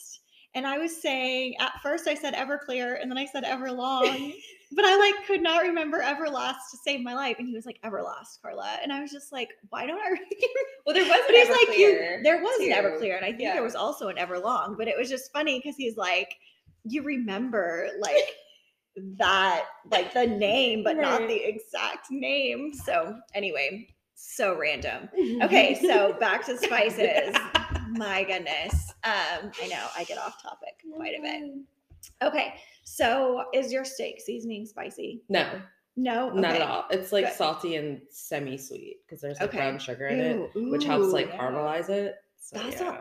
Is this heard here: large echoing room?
no